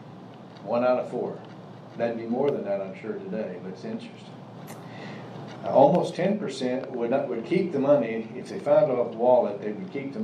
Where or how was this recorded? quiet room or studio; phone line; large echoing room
large echoing room